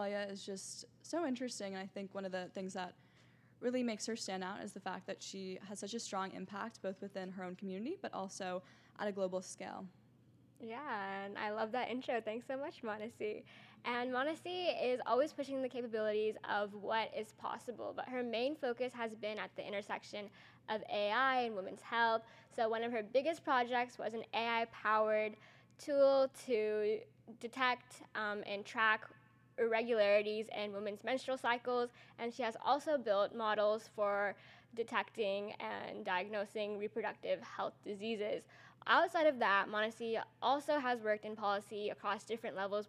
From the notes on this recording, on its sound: Tune in live from Austin, TX at the SXSW 2022 Live Podcast Stage!